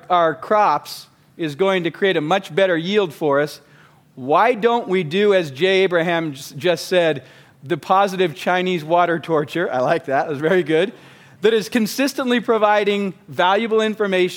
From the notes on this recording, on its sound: Recorded live at the Genius Network Annual Event.